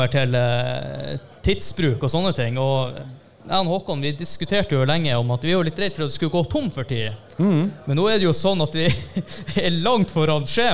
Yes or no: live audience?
yes